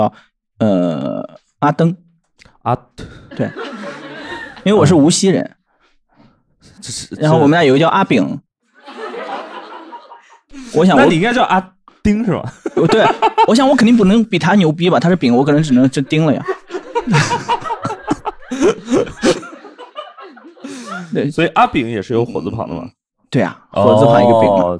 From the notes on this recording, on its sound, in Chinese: 现场观众分享